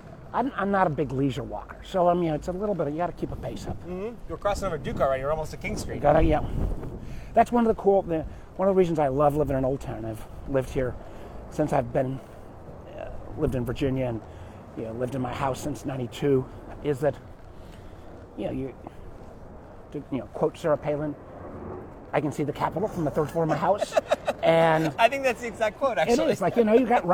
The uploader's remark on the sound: Recorded while taking a one-mile walk with interesting and inspiring people.